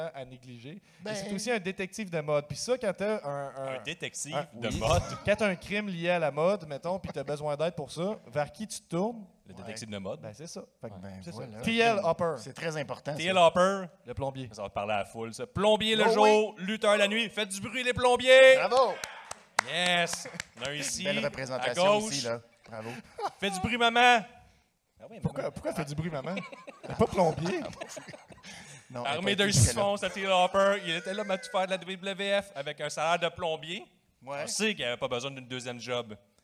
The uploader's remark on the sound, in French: live au FESTIPOD